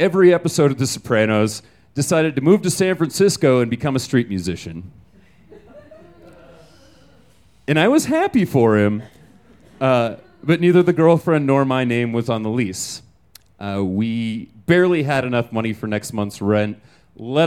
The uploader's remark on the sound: Recorded in our new home at Buntport Theater. These stories were recorded at Buntport Theater on June 18, 2014. You might notice that our podcast sounds a little bit different!